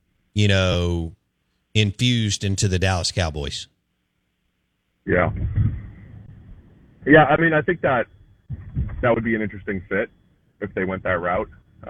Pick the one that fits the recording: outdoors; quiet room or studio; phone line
phone line